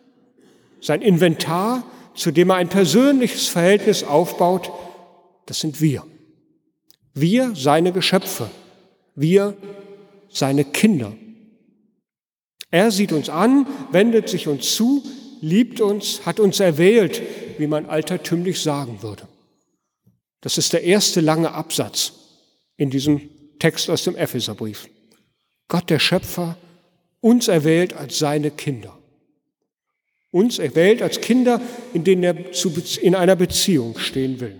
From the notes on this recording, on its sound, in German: Gottesdienst am Fest der Heiligen Dreifaltigkeit. In der Martin-Luther-Kirche in Detmold.